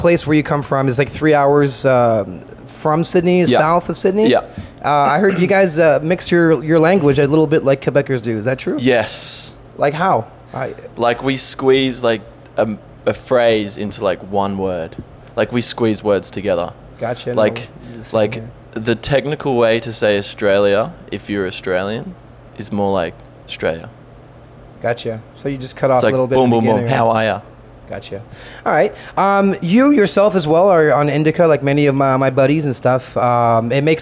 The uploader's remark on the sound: Those are the interview we did at FME during the festival.